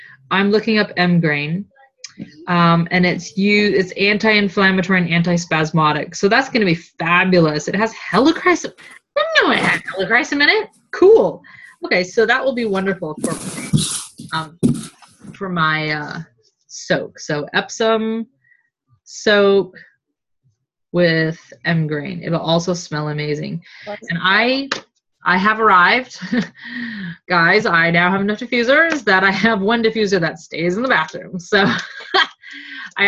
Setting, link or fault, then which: link, video call